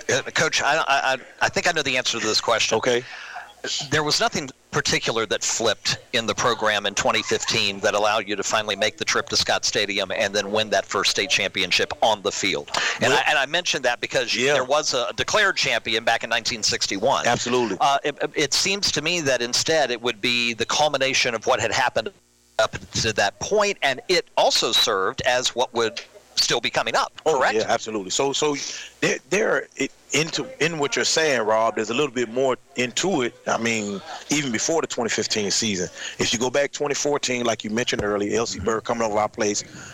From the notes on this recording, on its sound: Recorded live at Sports Page Grille Ashland, as heard live on 102.9 The Mater.